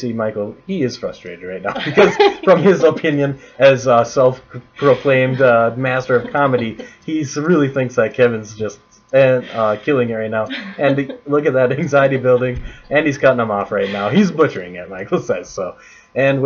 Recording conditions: poor sound quality